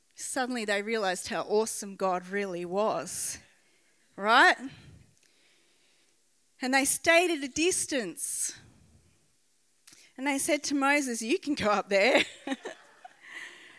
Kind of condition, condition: setting, large echoing room